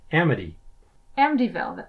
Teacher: Well, there's a T in it, but because I have the particular accent I have, when I have a T in that place in the word, I tend to pronounce it as a D. Amity. · Term: a D sound